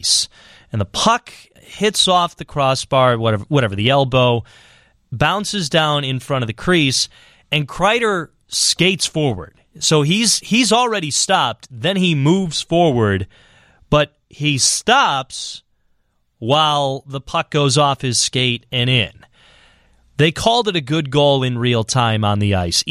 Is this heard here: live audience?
no